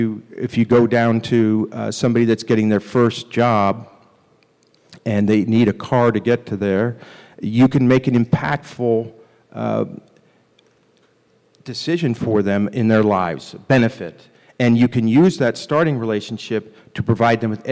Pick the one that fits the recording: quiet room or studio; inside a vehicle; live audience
live audience